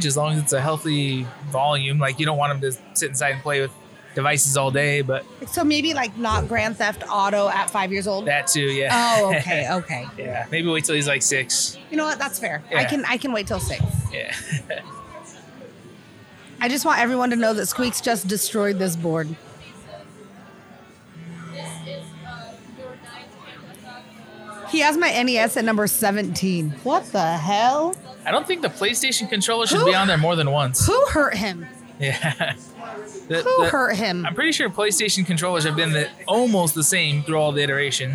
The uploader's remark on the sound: Wreck it Ralph LIVE at CCS 2023. In this episode, we are LIVE at CCS 2023!